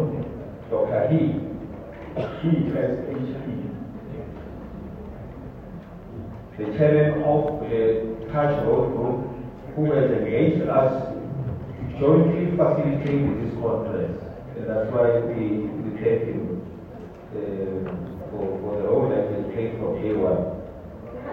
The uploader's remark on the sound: Zhejiang Jinhua SA Trade & Investment Promotion Conference. Addressing the Zhejiang Jinhua-South Africa Trade & Investment Promotion Conference, held at the Gallagher Convention Centre.